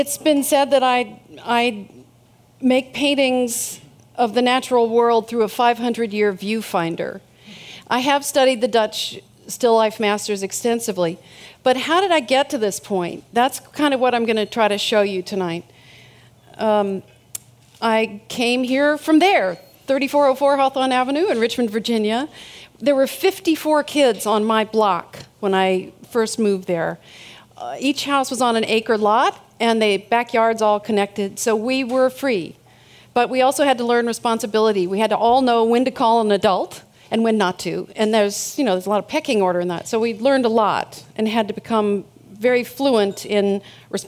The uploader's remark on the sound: These hour long talks are recorded live at The Interval, our bar, cafe, & museum in San Francisco. The Long Now Foundation's “Conversations at The Interval” Salon Talks.